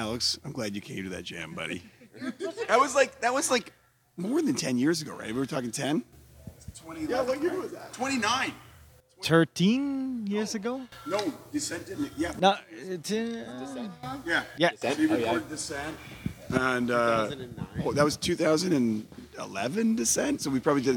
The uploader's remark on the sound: live from the Stomp 26 Anniversary Show in Edmonton!